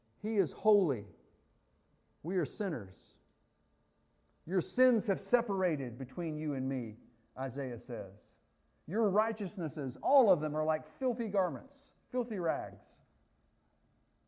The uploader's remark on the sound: Fuquay-Varina church of Christ sermon audio from Sunday, April 16, 2023.